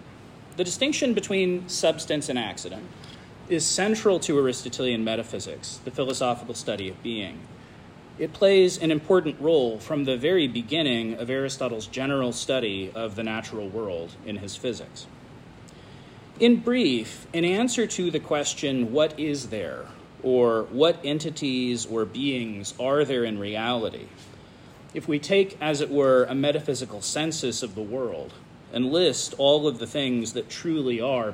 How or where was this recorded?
large echoing room